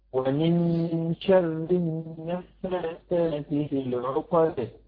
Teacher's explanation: والنون بتاع النفاثات عليها شده تمام يبقى غنى مستطال